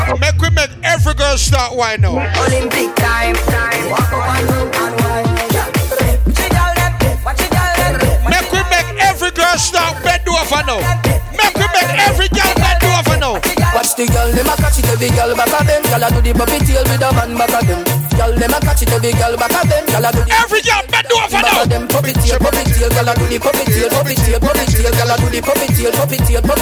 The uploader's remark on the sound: Live Audio From ''She Yuh Bad From Which Part ?